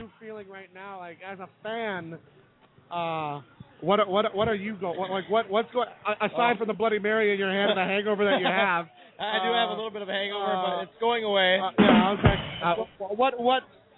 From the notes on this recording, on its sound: Live from Lambeau Field!! LIVE from the shadows of Lambeau Field on Super Bowl Sunday! Hopefully get some bystanders to make comments on the game!